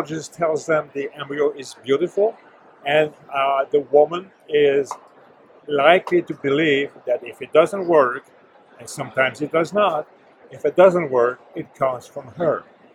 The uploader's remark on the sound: This Journal Club Global, recorded on June 27, 2023 at the ESHRE conference.